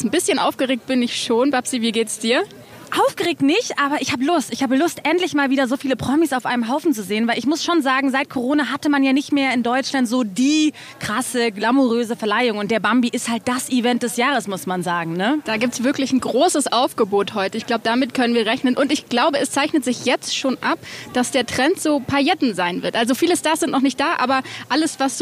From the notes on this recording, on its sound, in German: Das glamouröseste Event des Jahres steht an: Die BAMBI-Verleihung. Sind live am Red Carpet und sprechen mit den Stars.